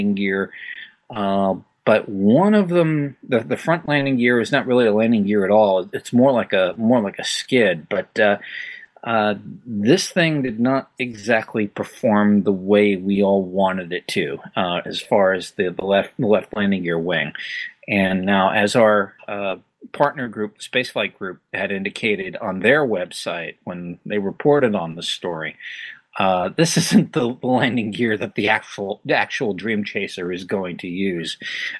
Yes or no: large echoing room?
no